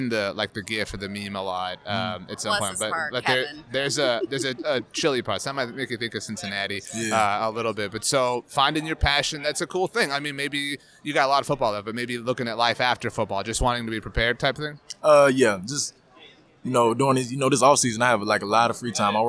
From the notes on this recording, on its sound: SUPER BOWL LIV. Live from Radio Row at the Super Bowl!